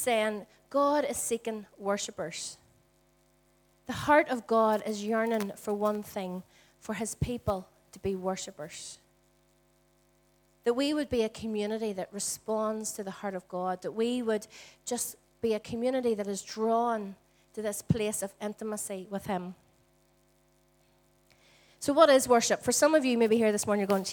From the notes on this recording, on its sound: Recorded at our Storehouse Venue on 22/04/18.